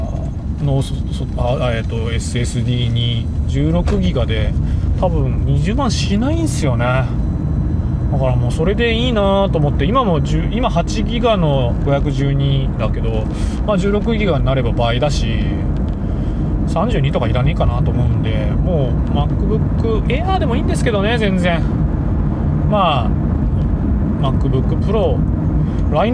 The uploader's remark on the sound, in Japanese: 福岡を運転しながら。収録の様子を録画し。